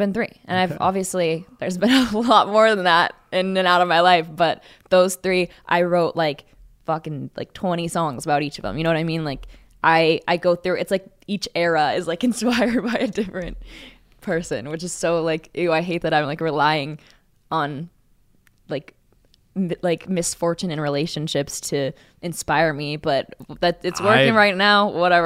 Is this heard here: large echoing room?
no